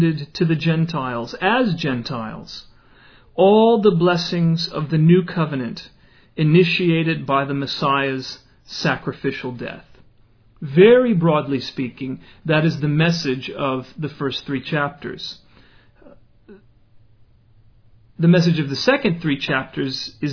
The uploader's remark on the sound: Originally delivered in 2008 at a house church in Leonard, TX.